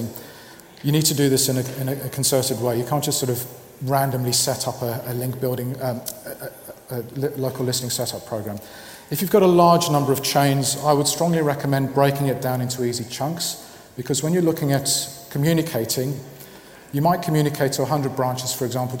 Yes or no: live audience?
yes